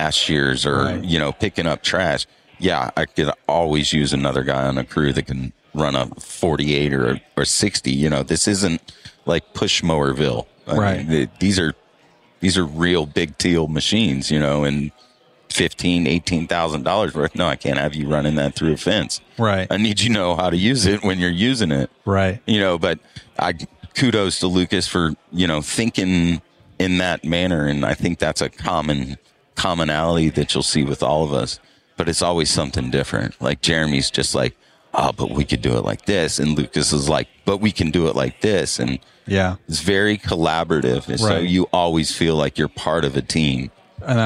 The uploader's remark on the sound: LIVE from Pod-Row at Synkd LIVE 2024 in Atlanta.